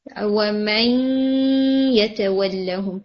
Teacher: Incomplete merging ہے تو 50% آپ کا نون آنا چاہیے اور 50% آپ کا یہ آنا چاہیے. اس میں تھوڑا سا جو نون ہے وہ کم تھا وَمَنْ يَتَوَلَّهُمْ تھوڑا سا ناک میں آواز کو اور ایڈ کریں. · Term: ادغام ناقص